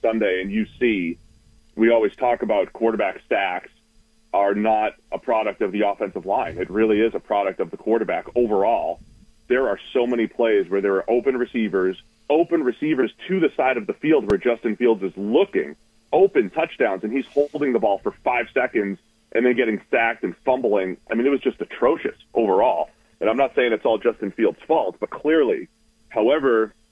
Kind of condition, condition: link, phone line